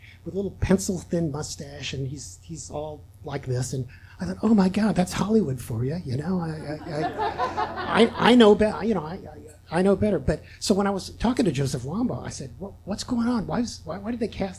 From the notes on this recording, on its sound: This story was recorded live on 14 March 2017 at Tiger!Tiger! Tavern in San Diego, California.